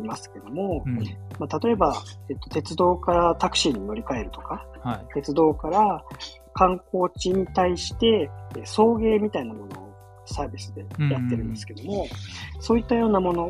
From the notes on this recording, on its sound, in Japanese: 機材不良のため、定期的に雑音が入りお聞き苦しい箇所がございます。